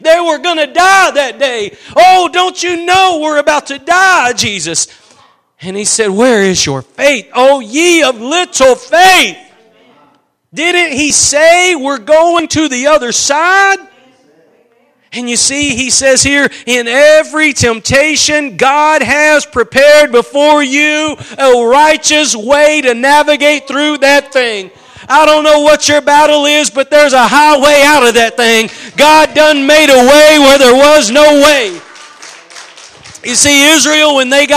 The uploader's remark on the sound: Preached at Gospel Lighthouse in Bossier City, La.